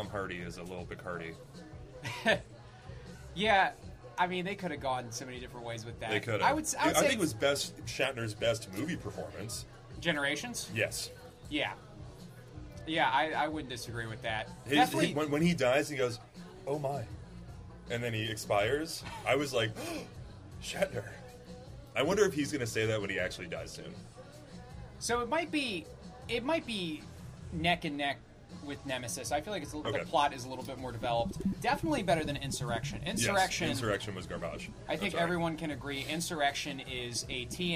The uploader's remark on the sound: at My Father’s Place before an open mic